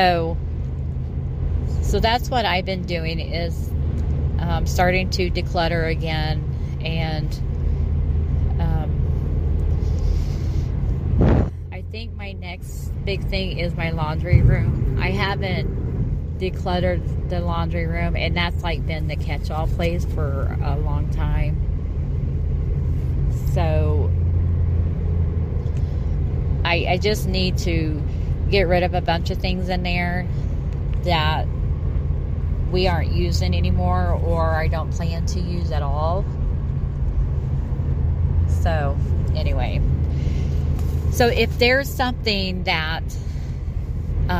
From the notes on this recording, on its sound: Please ignore the background noise I was driving home and decided to utilize my time alone.